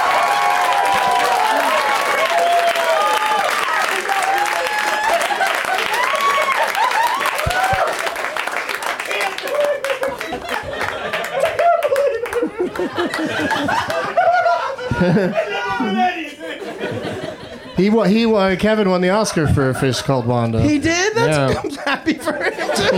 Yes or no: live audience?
yes